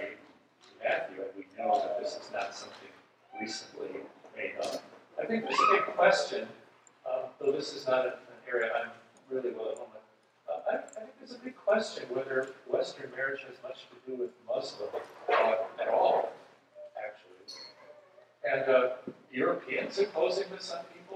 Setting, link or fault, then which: setting, live audience